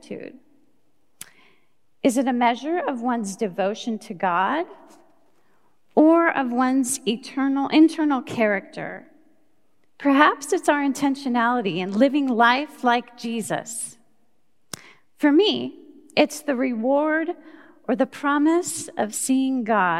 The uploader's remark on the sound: Recorded live at Beatitudes Church in Phoenix, AZ